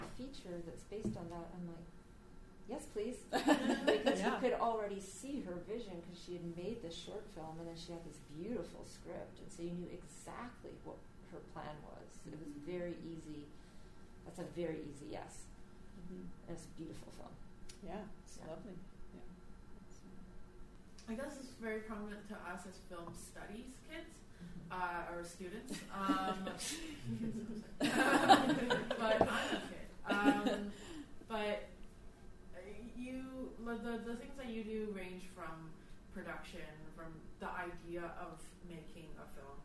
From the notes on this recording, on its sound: UFSA Live: Career Night (part 2).